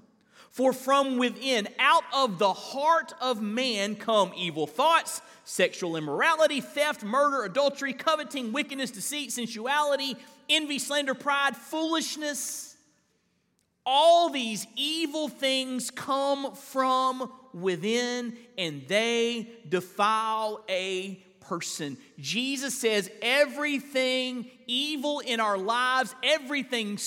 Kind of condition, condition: setting, large echoing room